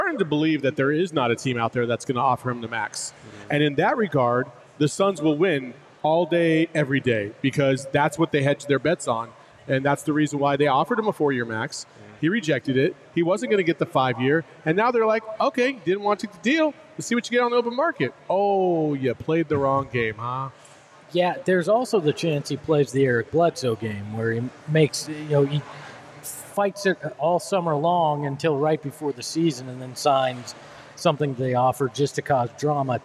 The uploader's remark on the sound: all LIVE at FOUR PEAKS in Tempe